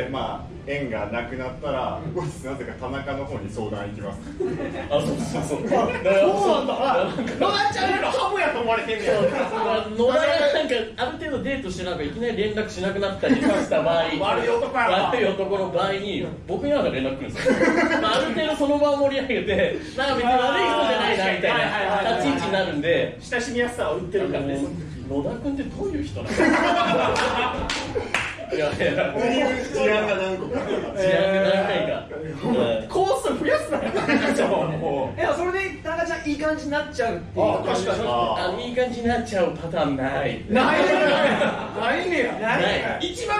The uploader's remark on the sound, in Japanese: 部室 公開収録。素材そのまま、当日のリアル感をお楽しみください。